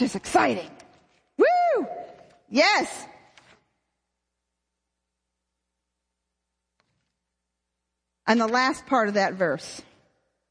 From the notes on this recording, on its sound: WOW: Women of Worship Conference 2014 // Session 1 - Message